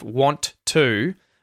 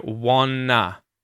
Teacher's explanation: And then with want to, both of those T's kind of merge together and disappear into the N · Shown in: second take